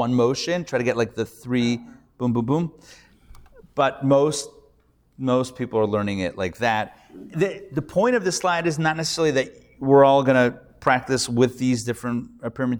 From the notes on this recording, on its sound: Recorded Live at The Torah Center ATL on Thursday, August 10, 2023